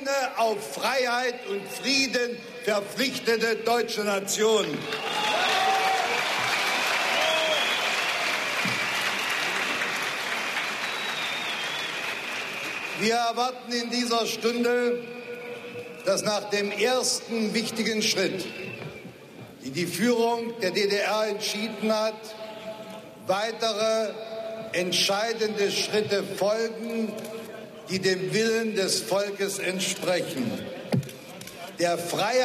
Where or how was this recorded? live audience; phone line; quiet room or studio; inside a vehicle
live audience